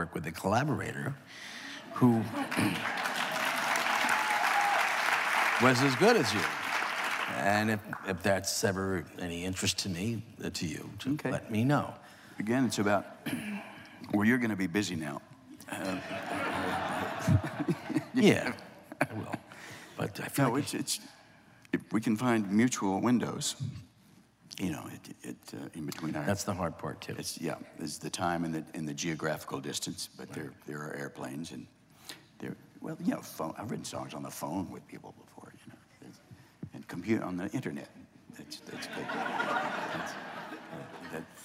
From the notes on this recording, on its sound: recorded September 20, 2015 in front of a live audience at New York’s 92nd Street Y